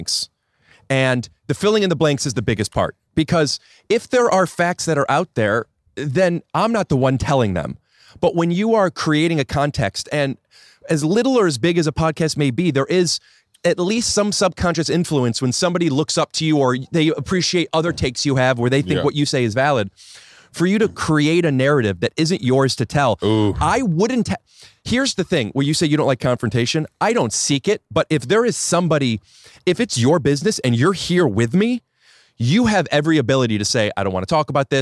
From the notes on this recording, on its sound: Today I sit down outside